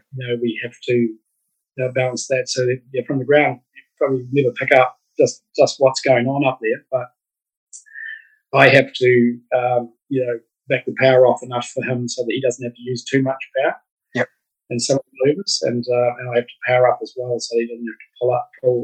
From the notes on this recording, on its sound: Unfortunately the evening that we recorded this interview the Zoom connection was not quite as clear as it should have been, so apologies in advance for the audio quality.